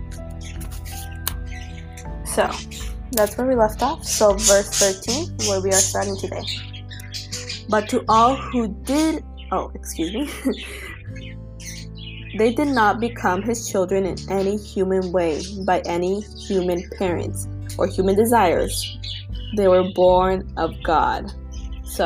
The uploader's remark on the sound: Sorry for my birds and shuffling hopefully the music drowns the background noise.